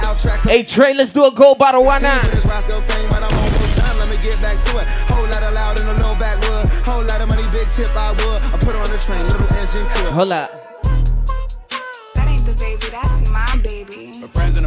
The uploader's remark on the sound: live at Spectrum lounge 05-16-21